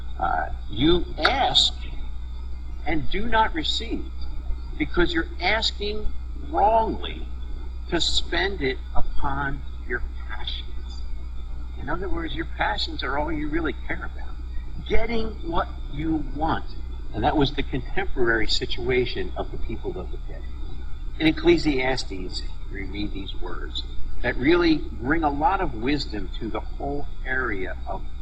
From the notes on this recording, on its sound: We had some issues with the sound, but hope that doesn't detract too much from an awesome message.